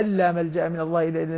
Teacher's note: الله، أن لا ملجأ من الله إلا إليه، طبعا تدغم، هي صير أن لا ملجأ من الله إلا إليه، النون تدغم في اللام لا إدغام بغير غنة